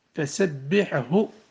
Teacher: وإن كان علماء التجويد ينبهون على أنه ينبغي إظهار الحاء قبل الهاء في هذه الكلمة القرآنية فسبحه، لأن كثيرا من الناس يقع في الإدغام لقرب المخرجين، لأن الحاء أقوى فهي تجذب الهاء إلى نفسها، مع أن التحفظ عن ذلك لازم والإظهار واجب.